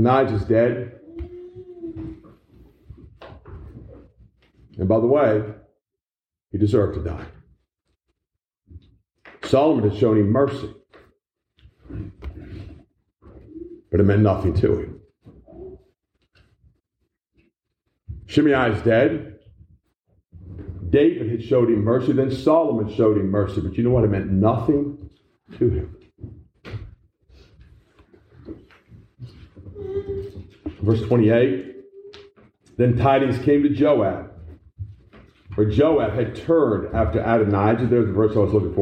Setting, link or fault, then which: setting, large echoing room